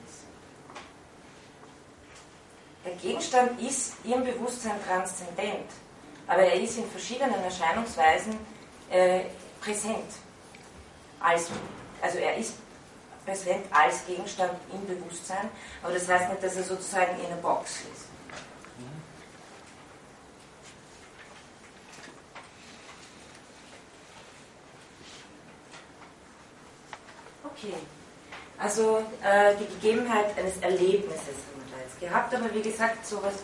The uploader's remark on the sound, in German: von Studierenden aufgezeichnet